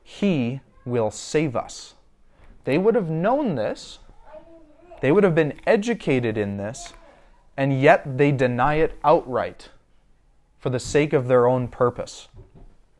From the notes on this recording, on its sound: A sermon I preached recently at our local church as part of my Eldership training.